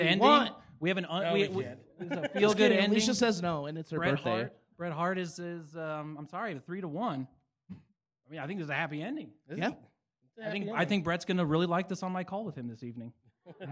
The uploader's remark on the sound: LIVE FROM TREEFORT MUSIC FEST 2022. Live at Treefort Music Fest 2022.